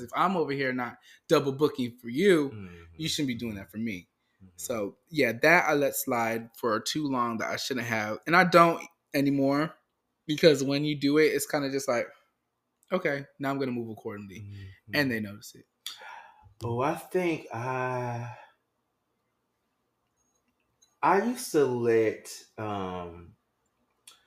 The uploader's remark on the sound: Sounds varied due to this week's set-up